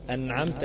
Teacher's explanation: المخرج بينغلق وبيخرج الهواء من الخشم · Term: غنة ناقصة